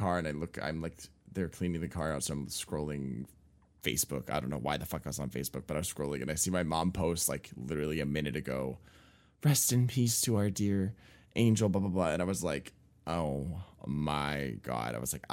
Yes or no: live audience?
no